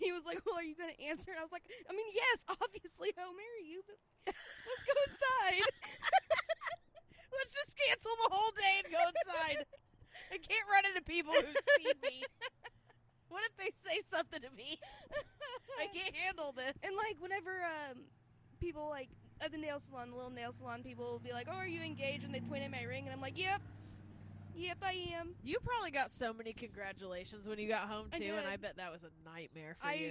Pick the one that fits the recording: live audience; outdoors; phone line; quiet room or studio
outdoors